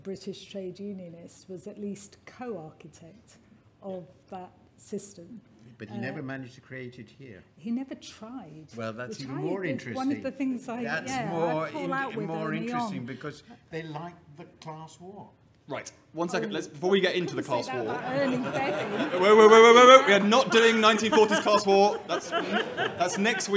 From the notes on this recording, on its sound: Session 4 at The Economy 2030 Inquiry conference.